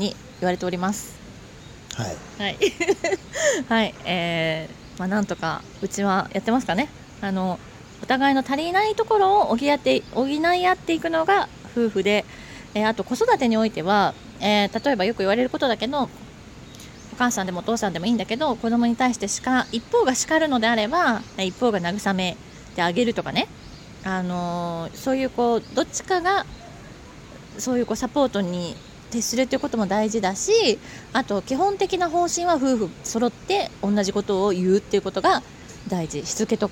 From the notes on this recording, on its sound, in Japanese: 八芳園の庭園が見られるカフェのテラスにて収録